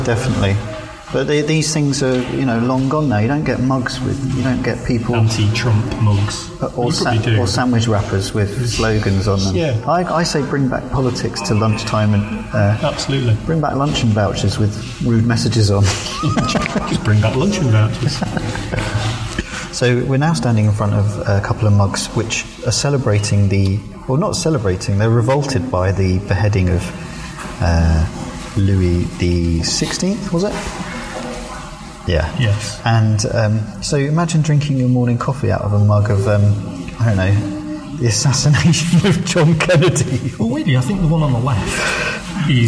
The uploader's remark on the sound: This week our podcasting curators visit the British Museum. A very noisy pub. This episode was recorded in an insanely busy British Museum by a decidedly amateur sound recordist.